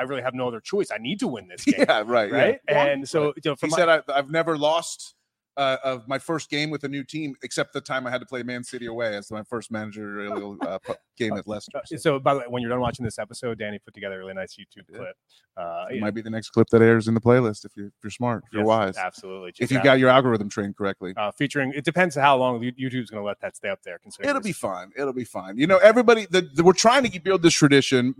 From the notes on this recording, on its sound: Live From HopFly!! Set up shop at HopFly for this season's inaugural Sunday Recap Show.